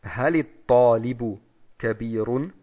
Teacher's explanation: Weil das Hamzatul Wasli wegfällt. Und hier haben die Araber jetzt ein Kasra, wie wir das erwähnt haben, als Hilfsvokal eingefügt, damit hier problemlos verbunden werden kann.